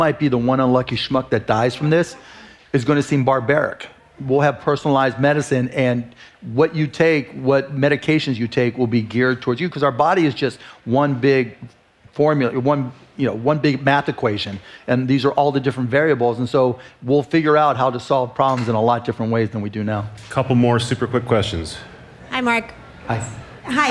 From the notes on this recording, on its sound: live interview recorded at South by Southwest in Austin, Texas.